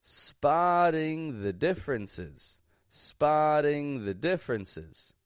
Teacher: if you listen closely, you'll notice that the voices of English speakers goes a little bit quieter when we get to those function words. Nouns and verbs, on the other hand, are pronounced stronger and a little bit louder. · Spa was strong, ding, unstressed. But then I didn't even say the full word the.